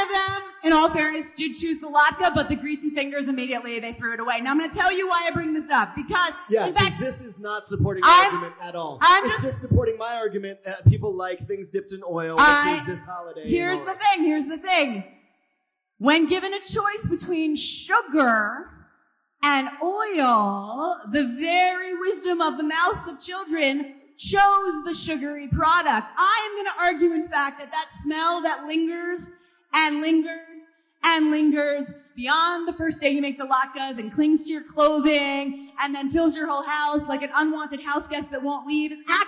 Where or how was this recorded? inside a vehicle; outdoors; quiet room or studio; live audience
live audience